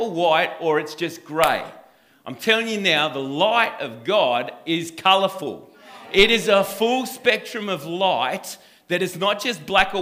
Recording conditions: live audience